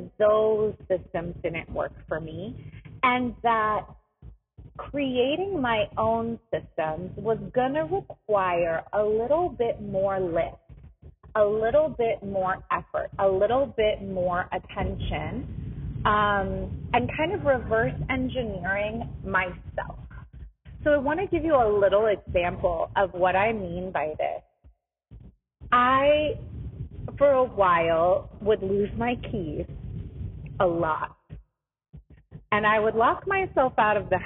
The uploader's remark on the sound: This episode has some rough audio quality.